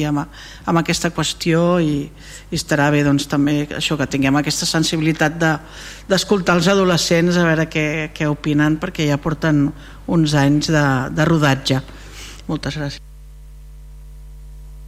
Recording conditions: large echoing room